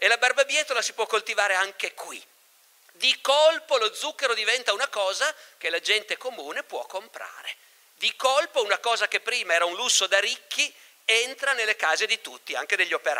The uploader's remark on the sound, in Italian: Festival Logos 2019, estratto